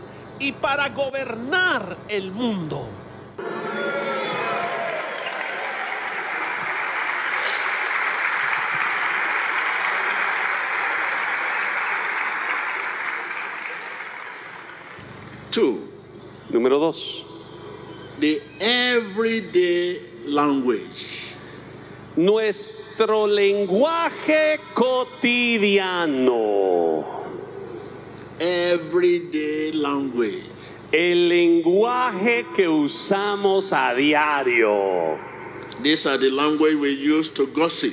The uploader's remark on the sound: Groundbreaking crusade at the Monumental Stadium in Lima. Almost 60,000 gathered to hear this inspiring sermon delivered on the first day!